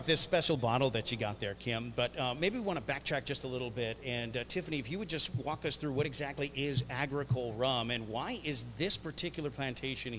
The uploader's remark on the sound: At Kohana Rum Distillery on Oahu. Live on location at Kohana Agricole Rum distillery in Kunia, Hawaii.